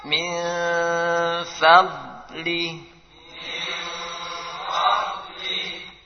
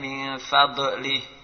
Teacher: ad-dhal tidak ada qalqalah di situ. Tidak memantul suaranya ketika disukun. · Shown in: first take